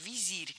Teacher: Ударение ставим на второй слог и сохраняем его при склонении.